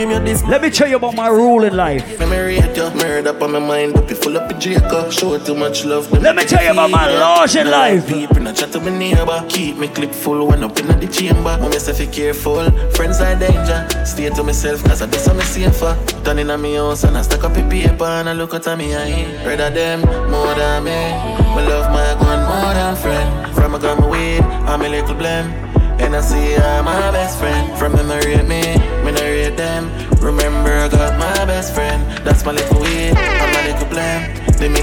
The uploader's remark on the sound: Live audio recording of my set at Island Saturdays.